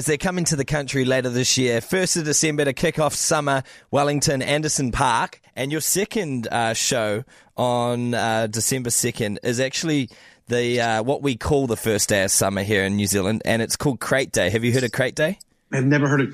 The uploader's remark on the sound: gave us a call